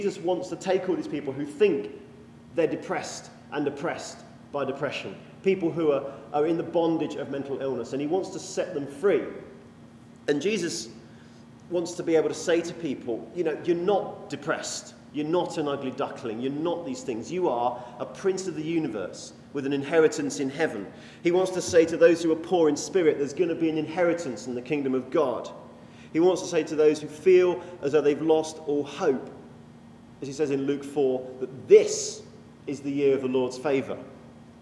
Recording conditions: large echoing room